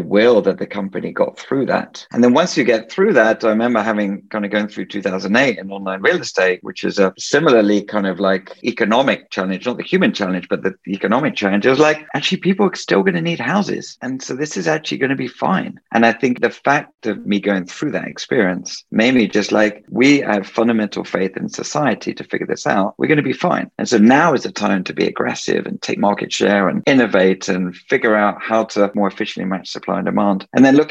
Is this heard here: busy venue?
no